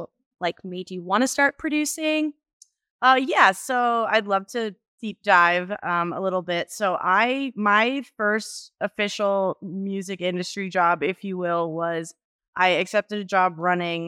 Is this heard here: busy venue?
no